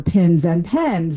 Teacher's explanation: if you merge your pins and pens, that would be an accent difference from those that don't.